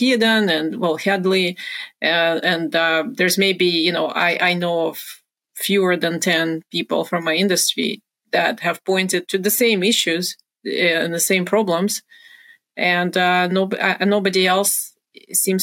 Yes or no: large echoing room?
no